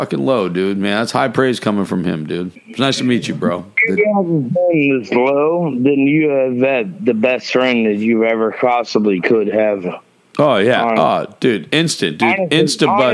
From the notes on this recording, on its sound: Doing this interview over the phone. While he is at the bar!